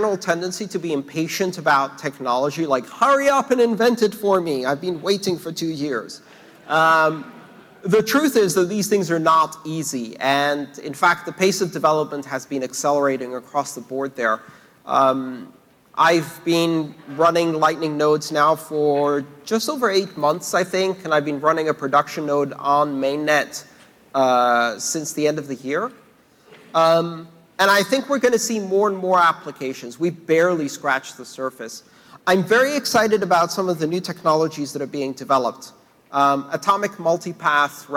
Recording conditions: live audience